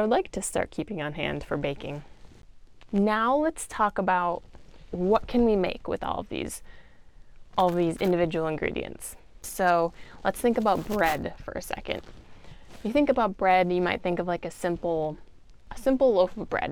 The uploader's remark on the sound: I apologize for static that you may hear! Newbie mistake when it came to my choice of clothing, on the day I recorded.